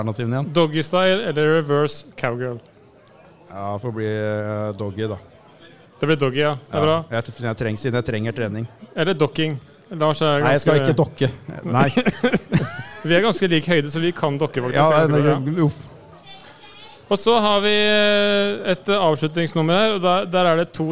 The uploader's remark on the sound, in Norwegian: Live fra TILT. For sin første liveopptreden noen sinne.